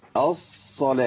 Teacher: ما تخليش وسط لسانك يرتفع إلى أعلى. ليه؟ لأن انت هتخش على مخرج الشين وتجيب حرف بين الشين والصاد. الصلاة الصلاة في فرق، الأولى دي فيها شبهة شين، الثانية مظبوطة إن شاء الله.